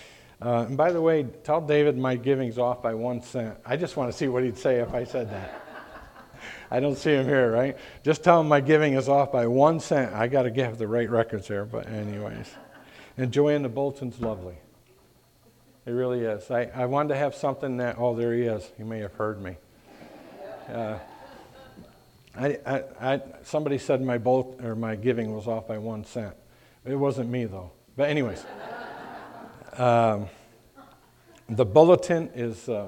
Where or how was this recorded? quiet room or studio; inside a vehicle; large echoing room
large echoing room